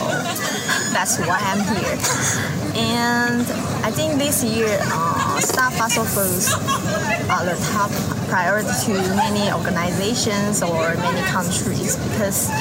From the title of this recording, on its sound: Live from COP28